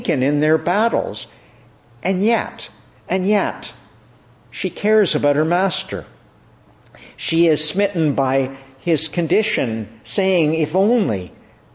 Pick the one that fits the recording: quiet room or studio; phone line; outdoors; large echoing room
large echoing room